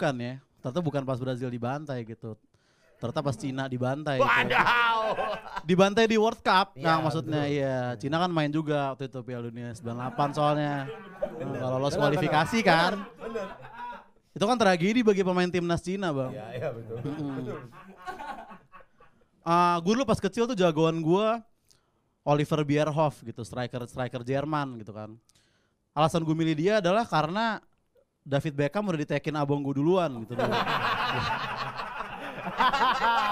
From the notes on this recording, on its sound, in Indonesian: Episode ini pake audio stand up gw di Bolanya Standupindo bray!